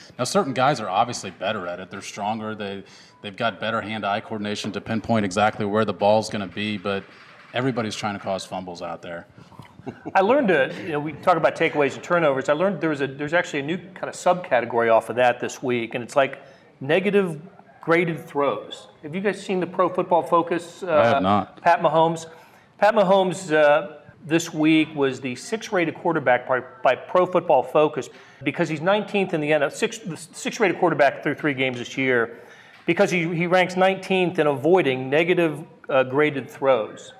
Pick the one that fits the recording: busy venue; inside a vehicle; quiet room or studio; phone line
busy venue